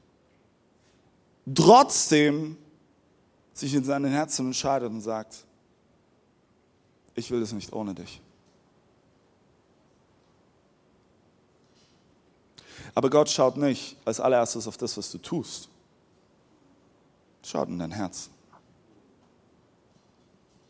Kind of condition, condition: setting, large echoing room